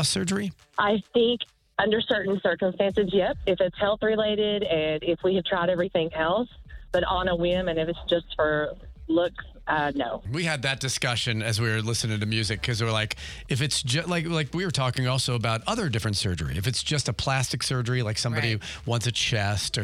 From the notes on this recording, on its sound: opened the phone lines